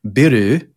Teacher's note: For example, the Japanese word biru, which means beer, is actually the Dutch word beer, but they have to put that u on the end of it because they need a vowel sound at the end